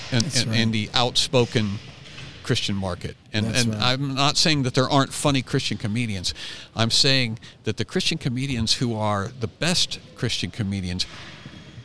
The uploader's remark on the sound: TCND Recording at the FLF Conference 2022. There's a lot of activity at the Fight, Laugh, Feast Conference!